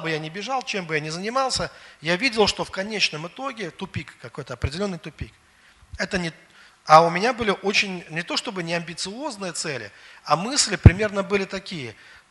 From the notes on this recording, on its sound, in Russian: Запись со служения церкви Дом Божий. Великие Луки.